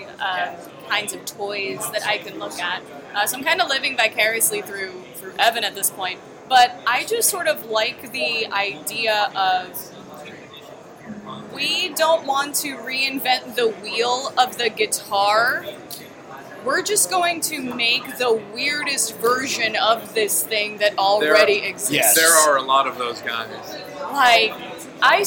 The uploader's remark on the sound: BTB from NAMM 2016. The Break the Business Podcast is on location at NAMM 2016 in Anaheim, California. NAMM 2016 is a world famous convention that features music equipment and merchandise from manufacturers all over the world.